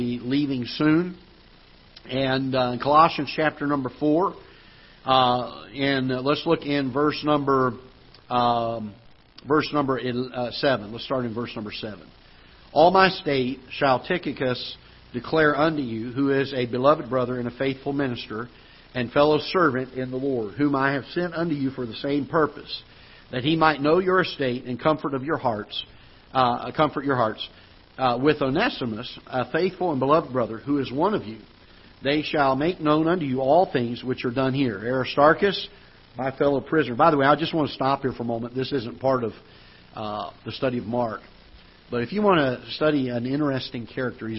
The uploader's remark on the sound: Ketha Heights Baptist Church ~ Live Broadcast